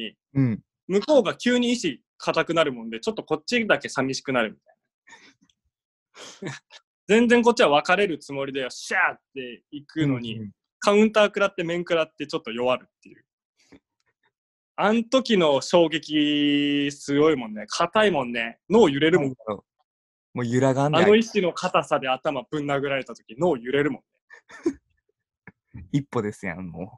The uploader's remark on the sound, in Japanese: 今回はzoomによる収録です。